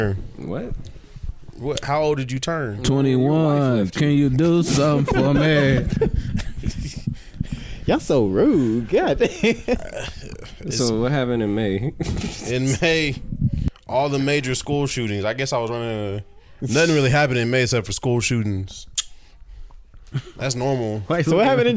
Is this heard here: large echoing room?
no